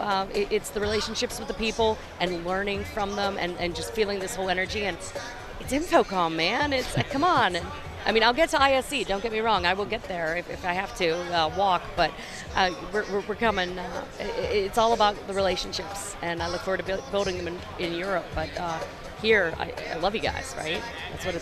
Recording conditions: busy venue